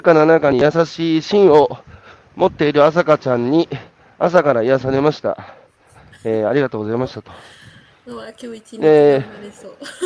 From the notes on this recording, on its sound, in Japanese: 歩きながら1時間、対談する